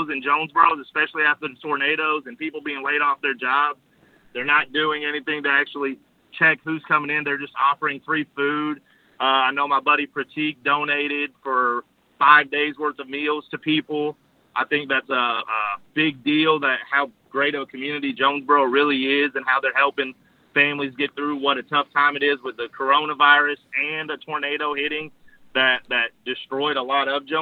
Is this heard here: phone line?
yes